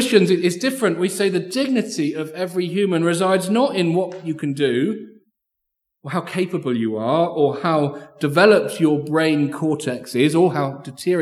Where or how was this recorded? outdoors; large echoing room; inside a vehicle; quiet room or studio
large echoing room